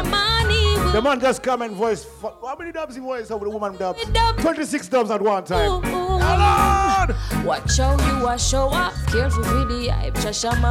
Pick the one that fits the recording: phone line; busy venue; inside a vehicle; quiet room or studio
busy venue